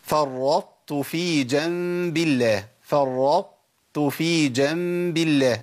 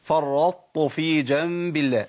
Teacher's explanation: الطاء الساكنه اذا التقت بتاء بتضغم في التاء، بس ادغام ايه؟ ادغام ناقص. · Shown in: first take